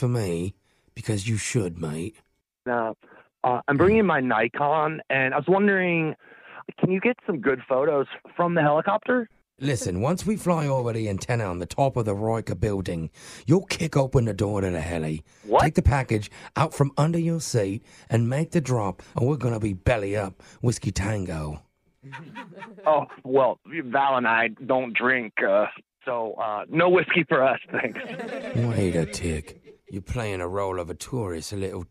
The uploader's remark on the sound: Phone Tap